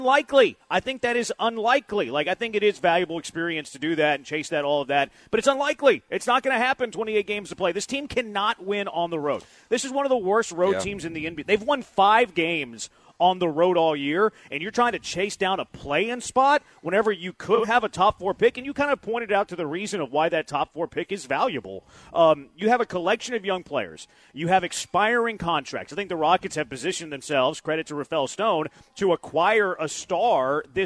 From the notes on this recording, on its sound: live from The Decoy